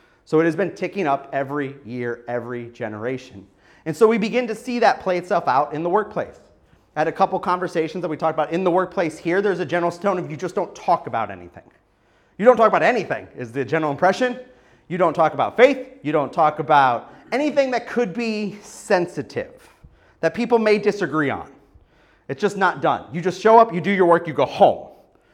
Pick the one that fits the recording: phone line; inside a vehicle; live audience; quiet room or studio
live audience